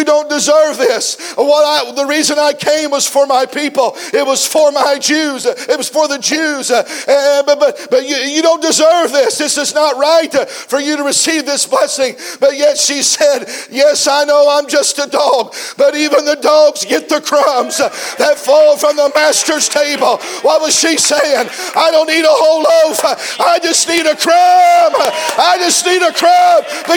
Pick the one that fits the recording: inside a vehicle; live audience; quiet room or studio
live audience